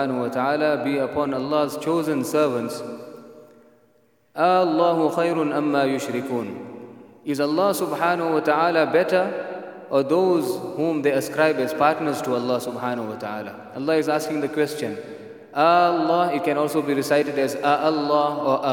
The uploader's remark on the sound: at the Houghton Masjid (West Street)